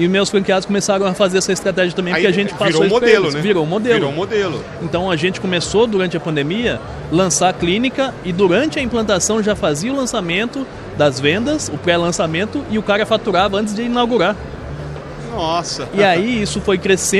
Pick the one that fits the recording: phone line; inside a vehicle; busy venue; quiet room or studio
busy venue